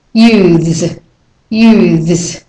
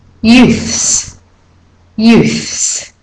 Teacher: For this word, Americans use the voiced TH · Shown in: first take